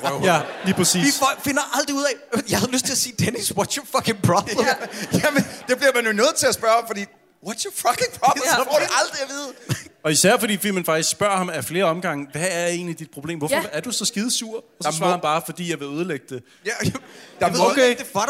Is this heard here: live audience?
yes